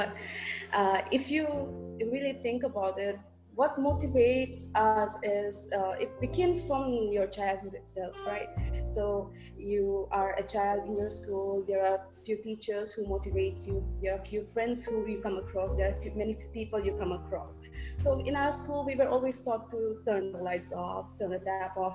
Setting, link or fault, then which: link, video call